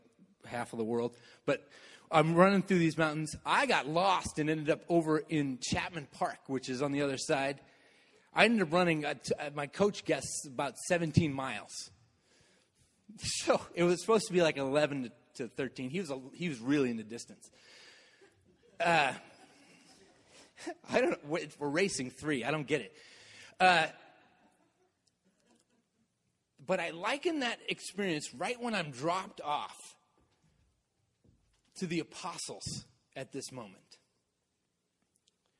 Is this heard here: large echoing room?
yes